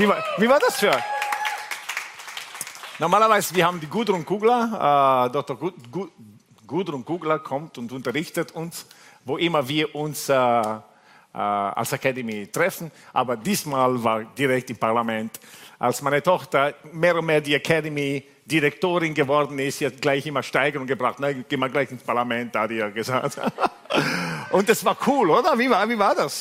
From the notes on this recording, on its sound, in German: Gottesdienst live aus der LIFE Church Wien.